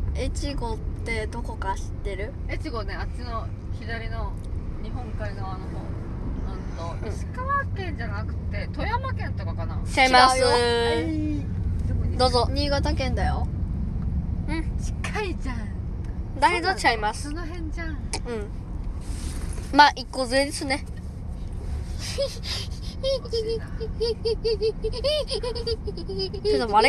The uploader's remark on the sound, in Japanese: 走行中の車内で録音したので、聞きづらいところもありますがご了承ください。